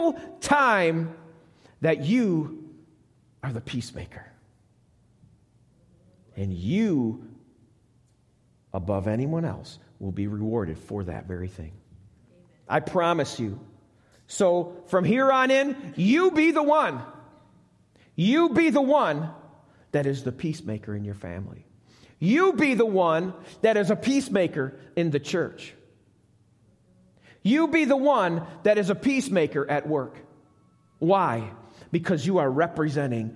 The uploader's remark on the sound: Welcome to the Lighthouse - Alabama Full Gospel Fellowship. This message was recorded live at the Lighthouse.